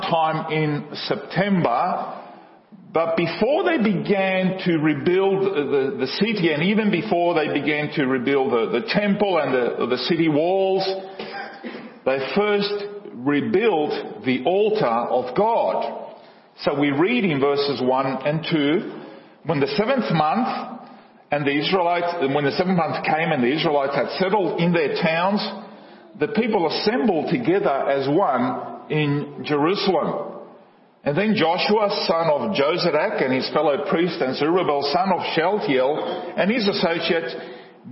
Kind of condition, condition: setting, large echoing room